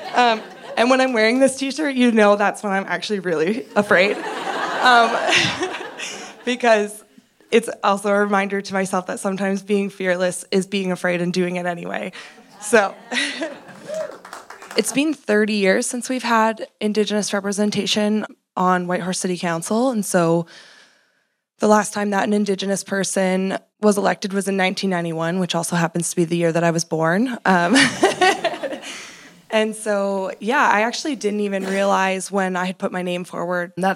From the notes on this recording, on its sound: LIVE TAPING